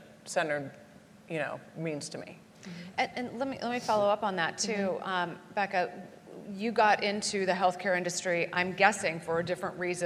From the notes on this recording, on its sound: During this live recording at AHIP’s Consumer Experience and Digital Health Forum in Chicago.